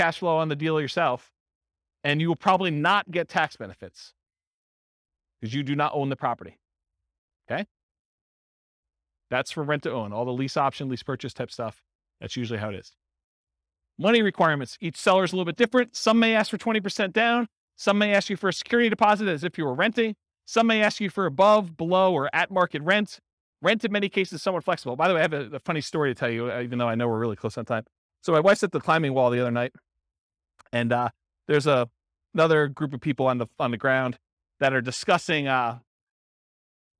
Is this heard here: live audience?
yes